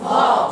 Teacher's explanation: الضا استعلاء وإطباق، يعني لسان كله هيبقى فين؟ فوق.